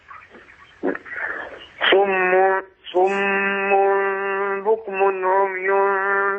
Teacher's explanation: الفرق بينهم ان الميم الاولانية تخرج بانطباق الشفتين والتانية بانفتاح